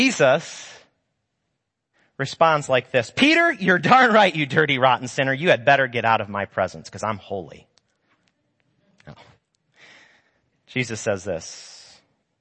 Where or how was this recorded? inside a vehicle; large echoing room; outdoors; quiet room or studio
large echoing room